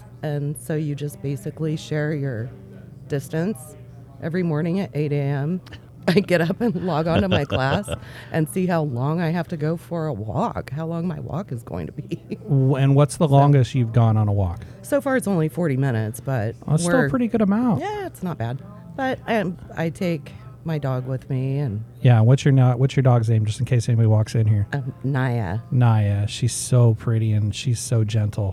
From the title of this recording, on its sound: On location at Che'root, where it all started!!